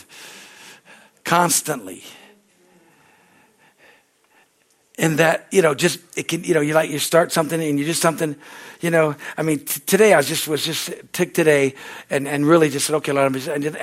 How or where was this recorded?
large echoing room